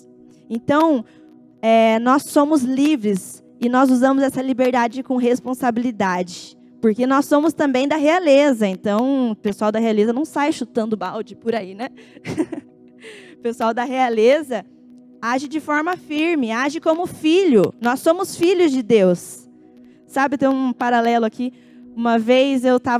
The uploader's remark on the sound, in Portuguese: Em nosso Culto de Noite de Glória. Dia 29/10/2021 na Igreja ABA Curitiba (Transmitido ao vivo).